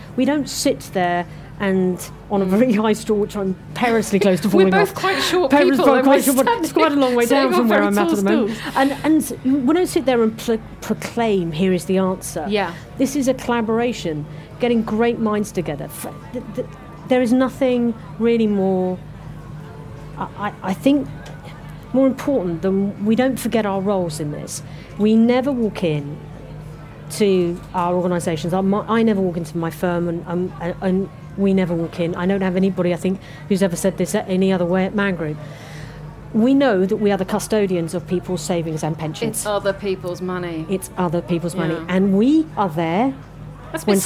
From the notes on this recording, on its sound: At the FT Weekend Festival at Kenwood House in north London. Perched on high stools behind a kitchen counter meant for a cooking demonstration.